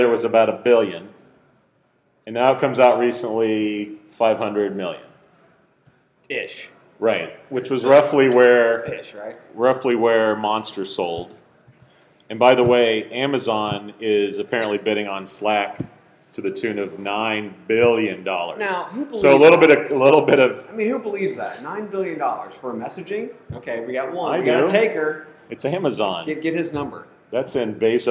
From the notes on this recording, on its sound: Live from Jobg8 Job Board Summit in New Orleans. The boys headed down the The Big Easy this week for a live podcast at the Jobg8 Job Board Summit.